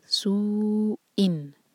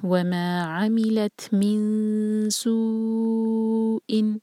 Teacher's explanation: تو اب ہم سو جو ہے 4 حرکہ کھینچیں گے، اس کے بعد حمزہ کے نیچے تنوین، سو ان.